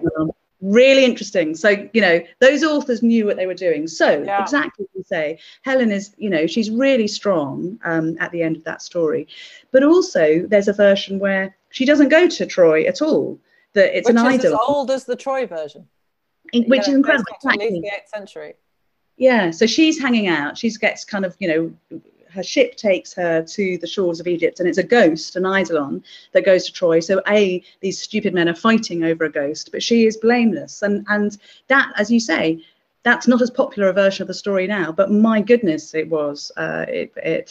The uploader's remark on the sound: This talk was recorded at the online 5x15 event in May 2021.